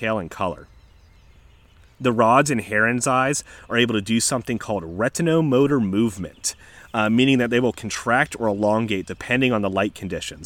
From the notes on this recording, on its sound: As an added bonus, this week we are recording right next to an active Great Blue Heron rookery in beautiful Tall Timbers Maryland! Many birds make appearances with their songs and alarm calls.